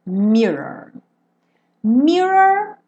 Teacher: Mirror não tem jeito, tem que enrolar a língua duas vezes